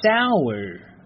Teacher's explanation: 如果你是练的美式的发音呢，结尾呢需要去卷舌一下